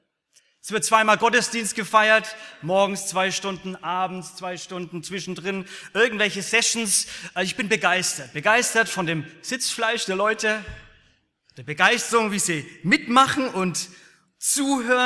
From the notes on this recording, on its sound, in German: aus dem Gottesdienst der Liebenzeller Mission